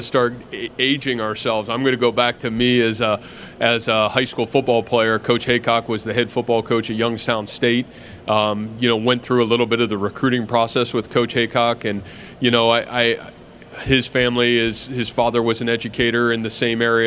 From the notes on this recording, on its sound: press conference at Big 12 Football Media Days